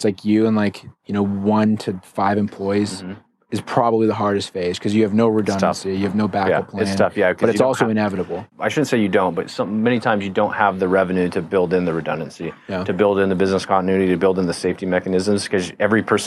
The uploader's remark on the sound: LIVE from KEYS CON